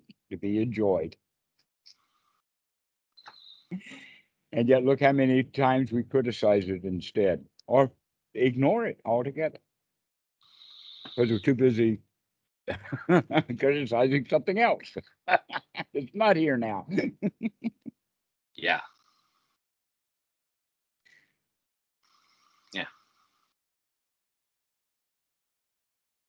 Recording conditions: video call